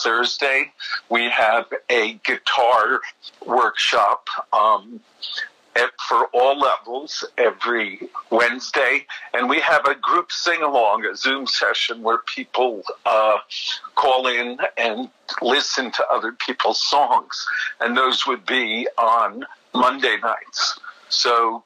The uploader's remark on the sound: We got on the phone with the folks behind the online content programming for four New Jersey arts organizations